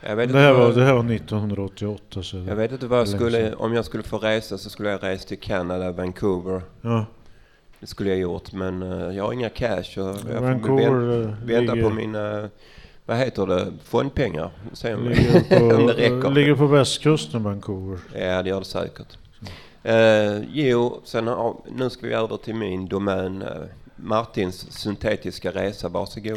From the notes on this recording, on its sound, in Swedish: Vi sände live från stadsbiblioteket när funktionshinderrådet bjöd in samhället den 25/5